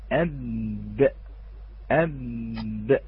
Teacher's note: مخرج الباء بانطباق طرفي الشفتين من الداخل، هناك جزء رطب وجزء ناشف، أي ليس برطب في الشفة.